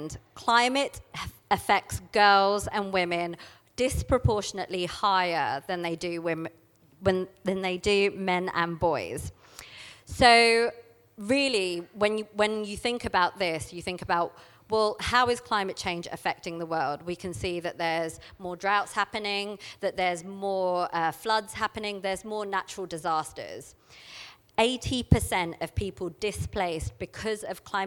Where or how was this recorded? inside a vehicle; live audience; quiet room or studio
live audience